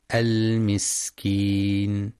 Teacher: وفي كلمة المسكين ينتبه لبيان صفة الهمس والصفير في السين